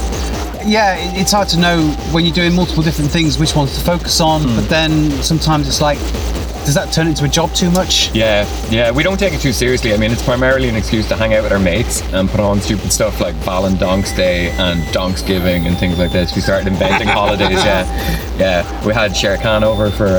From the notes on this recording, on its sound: Recorded in the back of my car at Bang Face